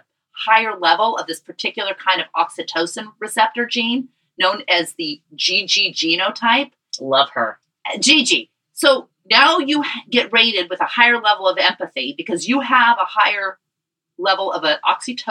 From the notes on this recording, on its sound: Pardon the sound quality.